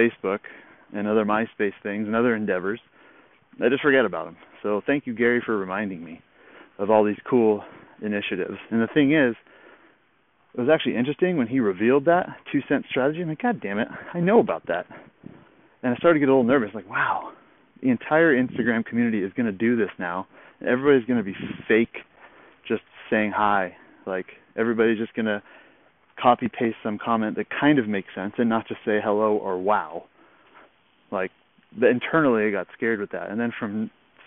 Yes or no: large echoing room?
no